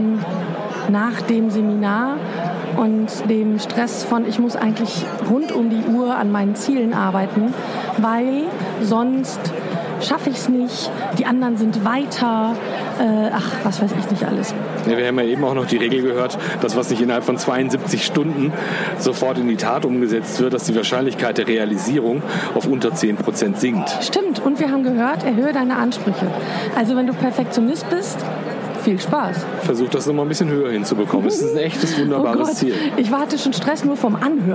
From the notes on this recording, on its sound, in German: Live aufgezeichnet in der LANXESS-ARENA in Köln in der Pause der Rednernacht. Haben wir uns spontan entschlossen in Köln diese Episode aufzuzeichnen.